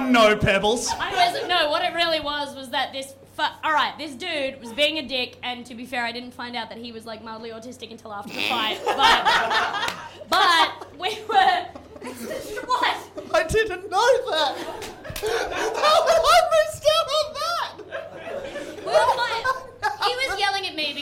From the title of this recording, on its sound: LIVE SHOW